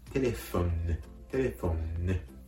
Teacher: ちょっと鼻にかけたような感じで、この N を言ってあげると、フランス語の N の発音になります。